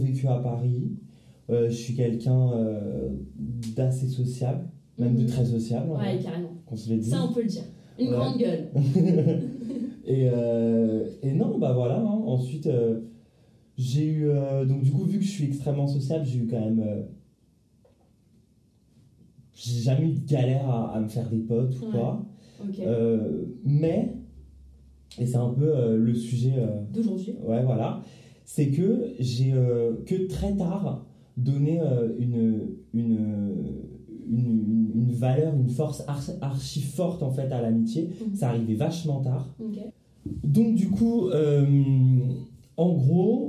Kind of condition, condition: fault, poor sound quality